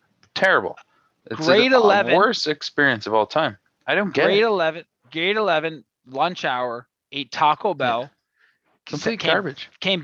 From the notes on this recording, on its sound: The guys do a zoomie